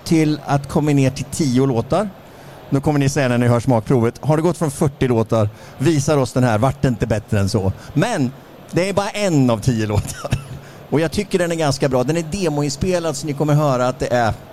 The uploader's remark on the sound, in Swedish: Live från MC-mässan i Stockholm. Tillsammans med tusentals besökare sänder vi Knutterspodden live från Indians utställningsmonter.